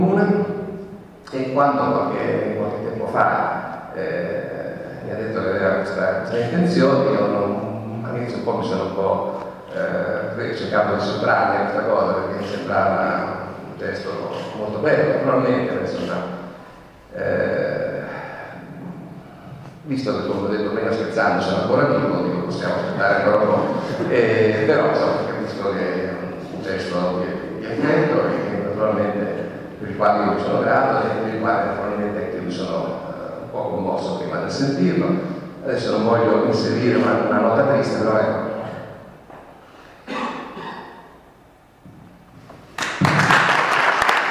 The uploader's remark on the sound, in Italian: registrazione della tavola rotonda tenutasi presso il Museo Storico dell'Arma dei Carabinieri il 26 gennaio 2017